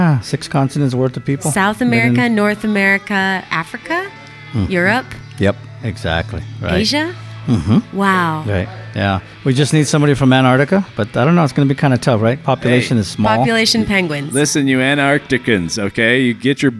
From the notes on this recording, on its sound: coming live from Downtown Blues Coffee in Las Cruces New Mexico